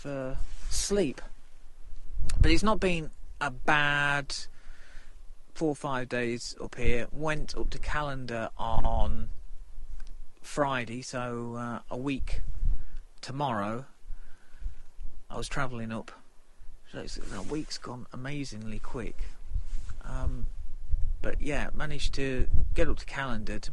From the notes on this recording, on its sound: The recording were made at various points of the stay including a rather blowy podgram from the top of the Quiraing.